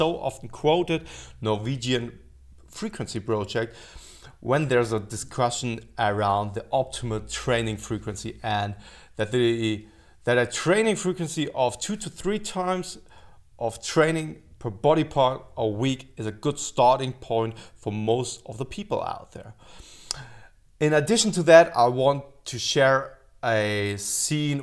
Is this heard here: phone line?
no